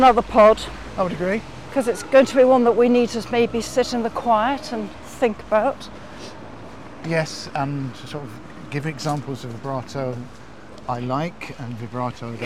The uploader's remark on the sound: walking along a windy Brighton Beach in the south of England